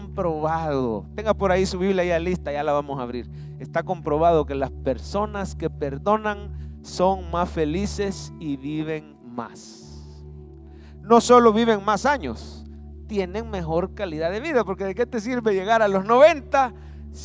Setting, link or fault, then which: setting, large echoing room